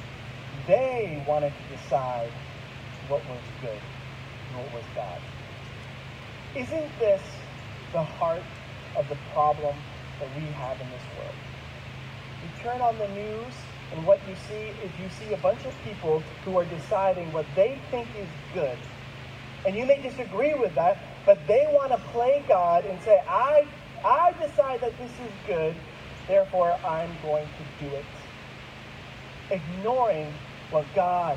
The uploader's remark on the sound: There were some technical difficulties in the recording of this week's message. We apologize for the audio quality.